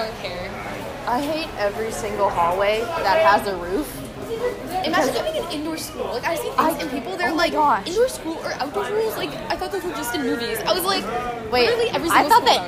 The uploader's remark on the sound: Full immersion therapy for me as I record in public.